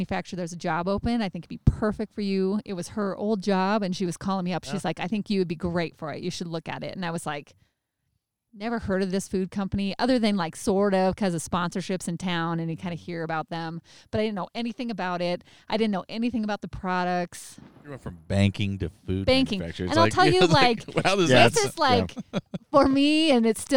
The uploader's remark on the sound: In this episode, we go ON THE ROAD!! We recorded this episode sitting in a circle in the mountains while on vacation for 4th of July.